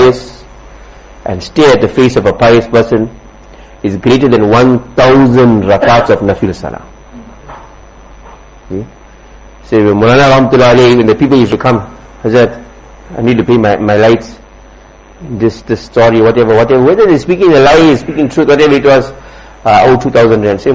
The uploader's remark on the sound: Jumuah lecture at Musalla Mus'ab bin Umayr